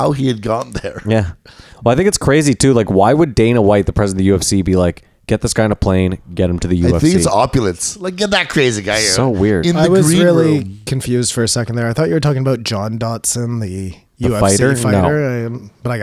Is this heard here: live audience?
no